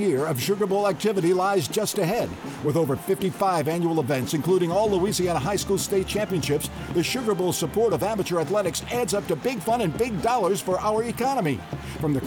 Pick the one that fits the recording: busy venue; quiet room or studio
busy venue